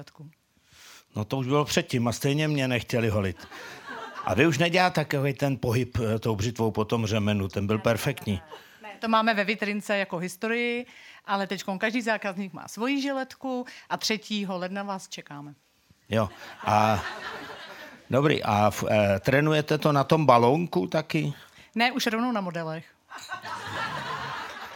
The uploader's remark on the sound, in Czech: baví herec publikum v Radiocafé Vinohradská 12